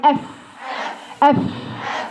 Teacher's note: الفاء طالعة من الشفتين برضه، بس ايه؟ باطن الشفة السفلى